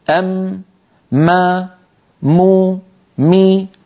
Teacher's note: إذن مجموع هذين العملين تصادم الشفتين ومرور الغنة من الخيشوم، مجموع ذلك يشكل لنا حرف الميم